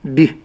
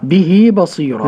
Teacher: وثابت في الوصل دون الوقف نحو صلة هاء الضمير في قوله تعالى به بصيرة، عندما أقف أحذف المد فأقول به · Shown in: first take · به فقط.